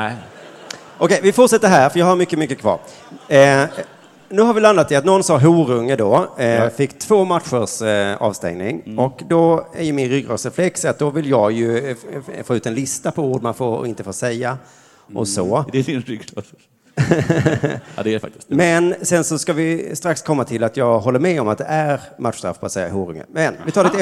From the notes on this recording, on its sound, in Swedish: inspelad på Draken i Göteborg